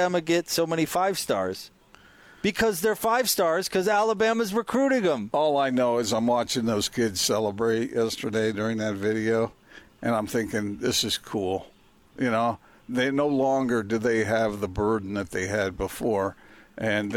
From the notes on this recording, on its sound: LIVE at The Warehouse